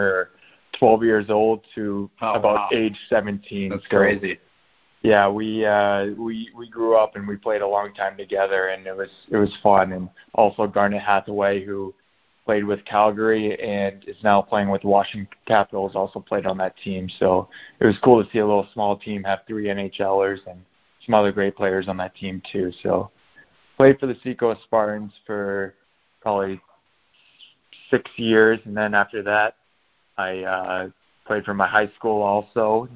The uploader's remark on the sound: the recording of our LIVE conference call